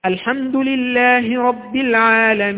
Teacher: يبقى أقول الحمد لله رب العالمين، ده قصر أعطيته حركتين، الحمد لله رب العالمين، ده توسط أعطيته أربعة حركات، الحمد لله رب العالمين، هذا ستة حركات يعني إشباع.